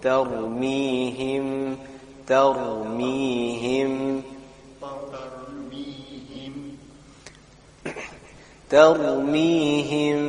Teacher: So وأرسل عليهم وأرسل عليهم طيرا أبابيل وأرسل عليهم طيرا أبابيل ترميهم بحجارة من سجيل Ta, empty mouth, and then Ra afterwards, full mouth.